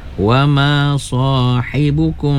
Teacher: mim mati bertemu dengan ba, ikhfa syafawi ya, kena didengungkan ya, dua harkat